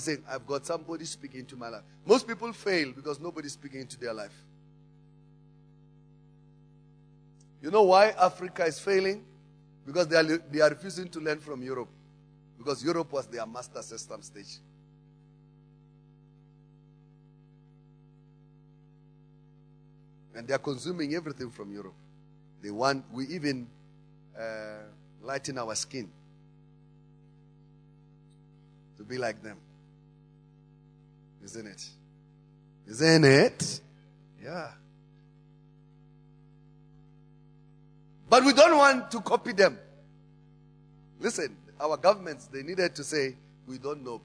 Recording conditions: large echoing room